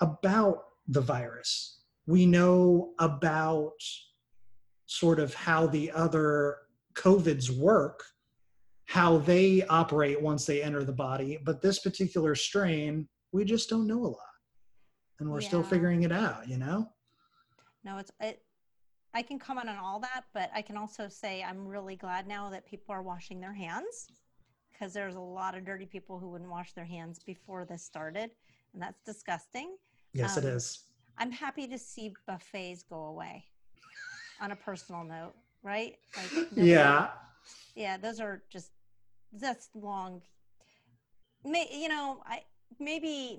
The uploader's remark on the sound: Recorded via Zoom.